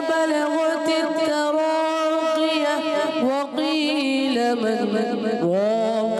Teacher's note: الف مدہ آپ نے زیادہ نہیں کرنا ہے، ایک الف کھینچنا ہے